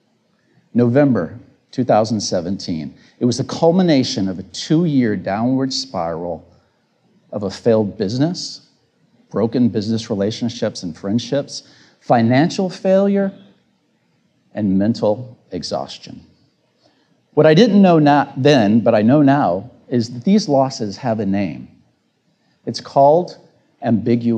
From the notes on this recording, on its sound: This episode features the audio of my recent Tedx Talk with a brief intro.